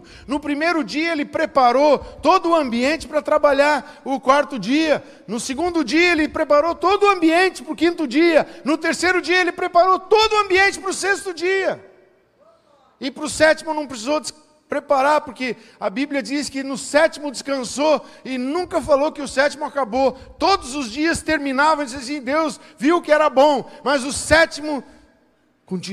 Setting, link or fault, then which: setting, large echoing room